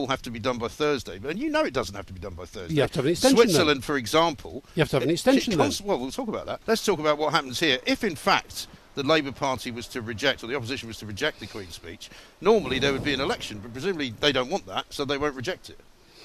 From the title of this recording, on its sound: Live from College Green